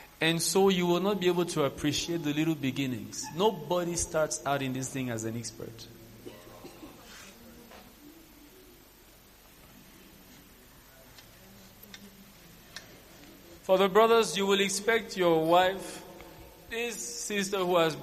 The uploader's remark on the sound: From Summit 2019 Q&A Session